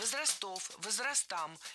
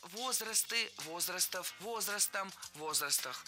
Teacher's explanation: Во всех формах сохраняем ударение на первом слоге. · Shown in: second take